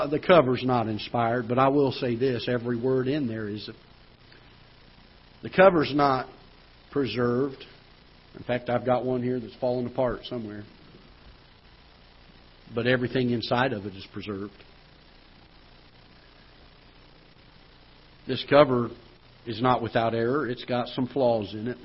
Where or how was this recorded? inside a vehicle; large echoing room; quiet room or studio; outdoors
large echoing room